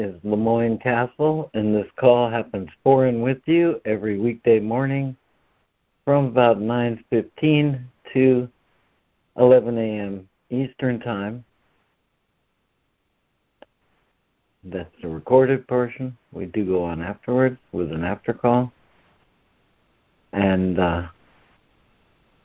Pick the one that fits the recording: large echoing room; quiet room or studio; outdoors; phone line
phone line